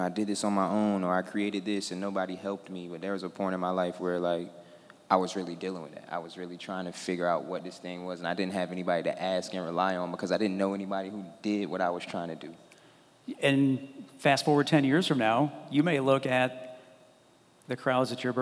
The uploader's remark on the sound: This episode is part one of three Fervent Four Show episodes that were recorded at the Mighty Dream Forum.